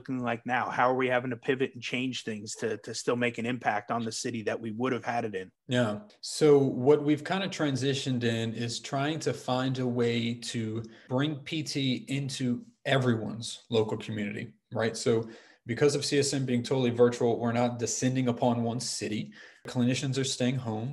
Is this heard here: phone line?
no